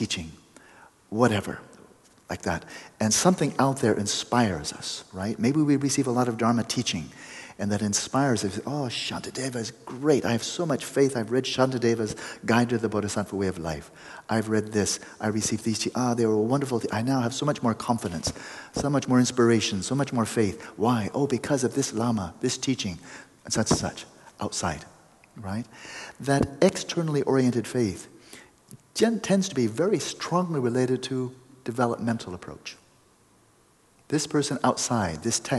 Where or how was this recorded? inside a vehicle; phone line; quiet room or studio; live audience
live audience